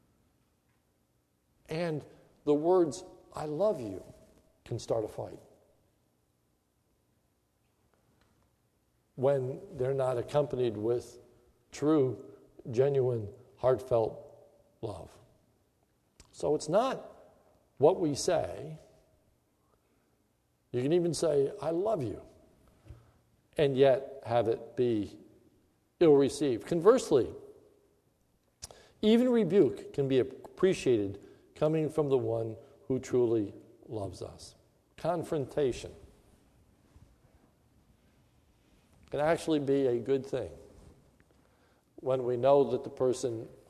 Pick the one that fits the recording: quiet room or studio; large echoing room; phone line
large echoing room